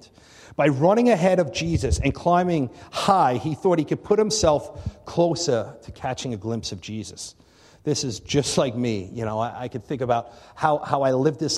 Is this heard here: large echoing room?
yes